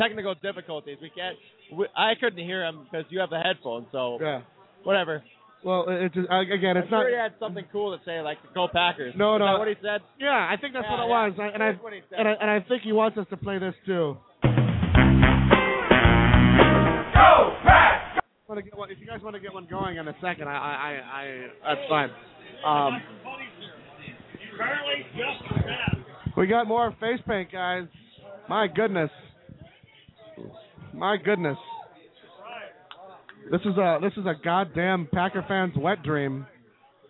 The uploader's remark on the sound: Live from Lambeau Field!! LIVE from the shadows of Lambeau Field on Super Bowl Sunday! Hopefully get some bystanders to make comments on the game!